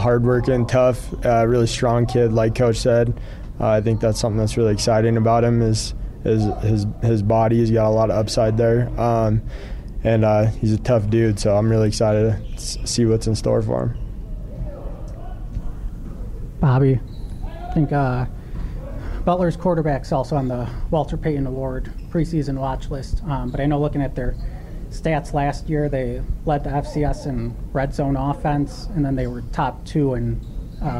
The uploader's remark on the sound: Montana Griz press conference